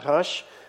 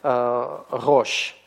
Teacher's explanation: Но потом вот на территории Ханаана, в Палестине, да, вот в ханаанских языках, в ханаанских диалектах произошел так называемый ханаанский сдвиг. То есть «а» поменялось на «о».